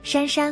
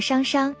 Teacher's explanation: 山是前鼻音，舌尖抵住上齿龈。商是后鼻音，舌根抵住软腭。